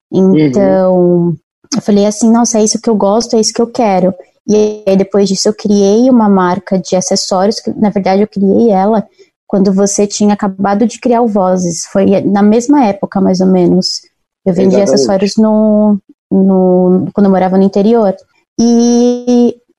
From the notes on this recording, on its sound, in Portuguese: Bateu um papo com a gente por meio do Zoom.